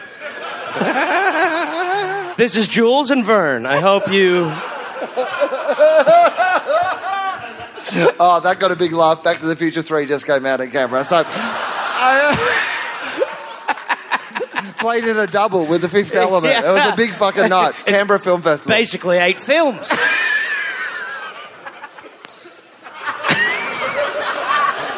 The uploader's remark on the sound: Live from Canberra, Australia.